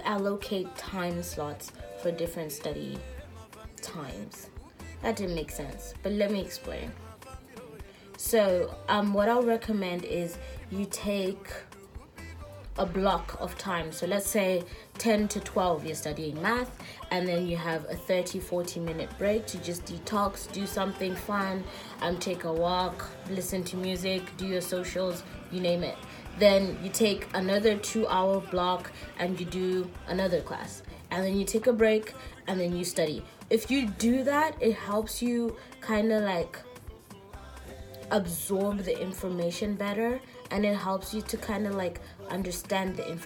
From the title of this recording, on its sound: Insta live Audio